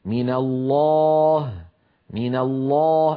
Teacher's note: اللام في لفظ الجلالة في كلمة الله مفخمة